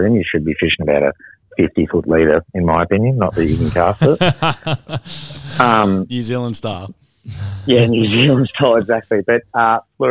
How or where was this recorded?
phone line